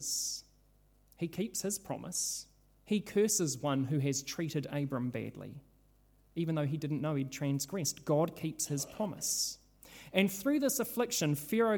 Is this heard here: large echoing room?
yes